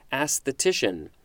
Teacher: has a double emphasis. First on the first syllable and next on the third syllable. And the third syllable has the most emphasis.